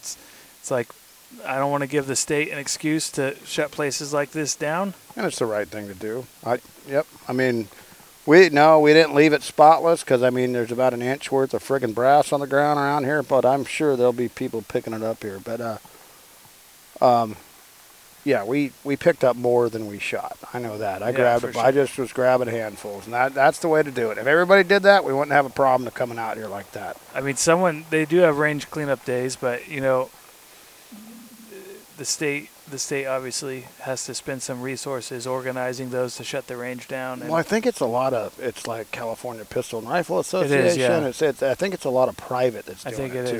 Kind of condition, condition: setting, outdoors